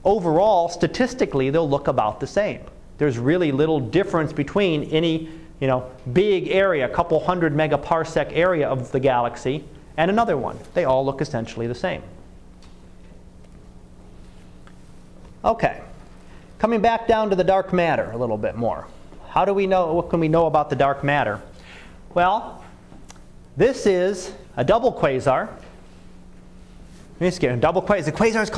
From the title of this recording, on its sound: Live Class Lecture